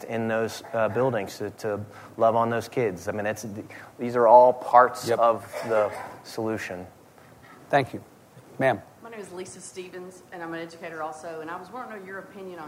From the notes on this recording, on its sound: at The Texas Tribune Festival